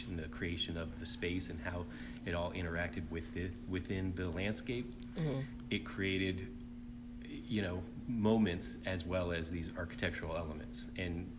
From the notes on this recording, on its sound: At the CONSTRUCT Conference in Long Beach, California in Fall 2018. Please excuse the background noise, because we were in the banquet room. After we rearranged the stage with furniture, we found the time to do the first part and finished up afterwards.